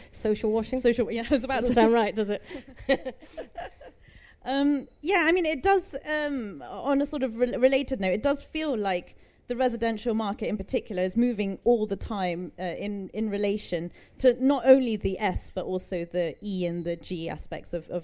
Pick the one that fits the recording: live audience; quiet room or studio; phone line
live audience